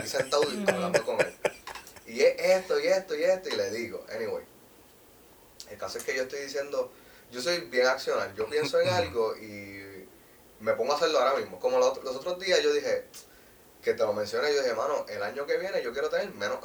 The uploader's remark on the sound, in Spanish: El episodio que se supone que no saliera por que no tenia el equipo para grabar correcto y se dara cuenta en el audio.